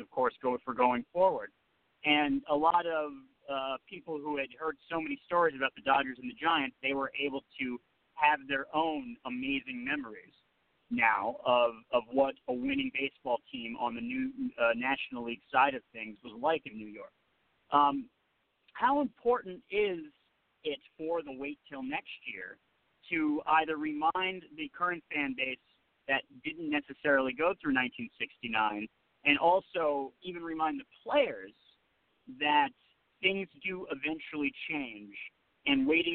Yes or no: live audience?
no